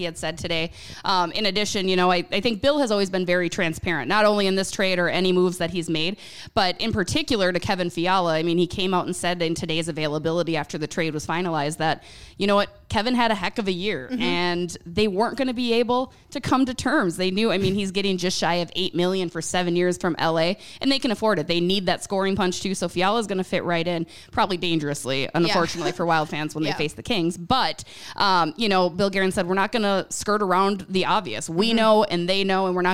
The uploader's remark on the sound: Live from 7 Vines Winery. Bringing it to you live from the 7 Vines Winery. We talk to the owner of 7 Vines Winery.